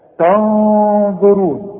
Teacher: وانتم تنظرون، التاء برضو بعدها نون، نون بدون تشكيل هنغن، لان بعدها الظه، والظه من حروف الاخفاء.